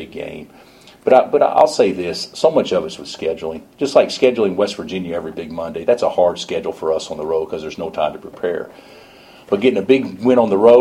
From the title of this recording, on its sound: Press Conferences & Post-Game Interviews